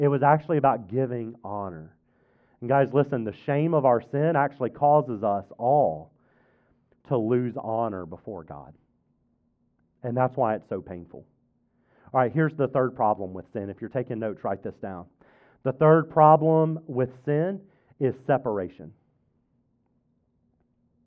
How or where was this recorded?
large echoing room